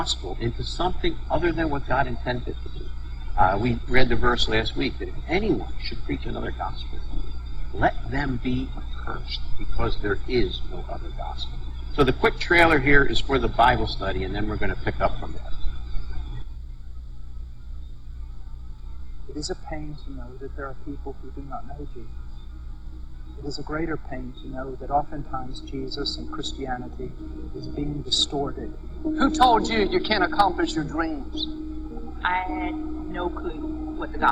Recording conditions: poor sound quality